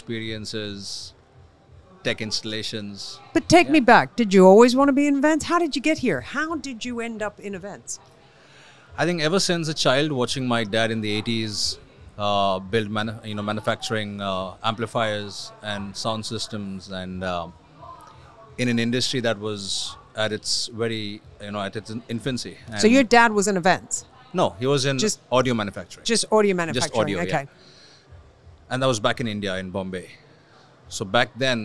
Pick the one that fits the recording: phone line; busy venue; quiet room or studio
busy venue